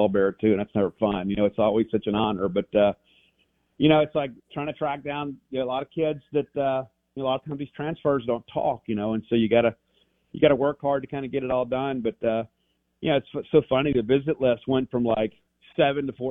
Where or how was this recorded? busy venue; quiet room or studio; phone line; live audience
phone line